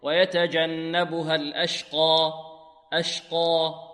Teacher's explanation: يوقف على الألف بمقدار حركتين